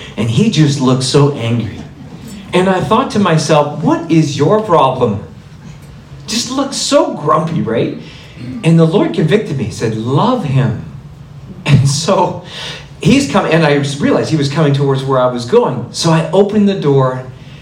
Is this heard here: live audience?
yes